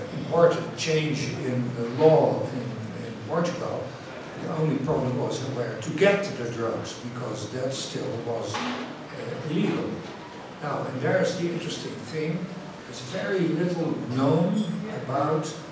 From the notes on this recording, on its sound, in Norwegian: Dette opptaket ble gjort under Cannabis Sessions at Nordic Reform Conference 2017.